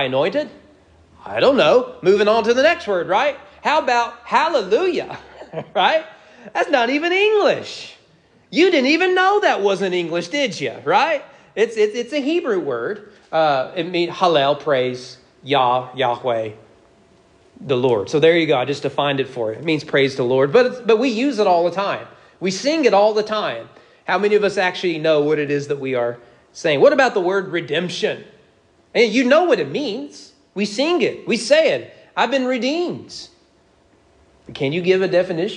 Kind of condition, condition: setting, large echoing room